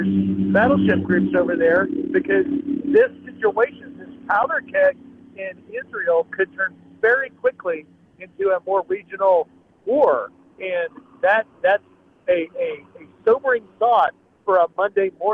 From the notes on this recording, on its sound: is live at the border while CBP speed boats are operating behind him